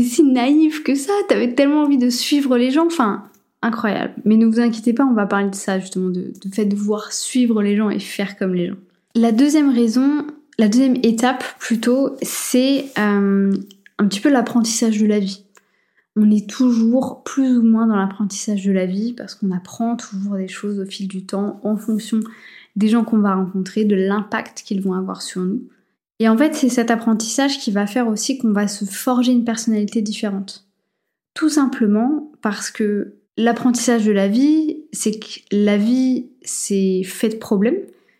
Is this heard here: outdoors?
no